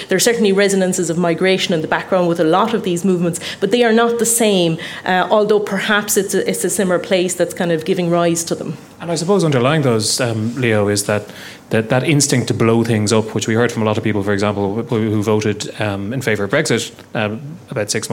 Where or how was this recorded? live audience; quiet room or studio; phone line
live audience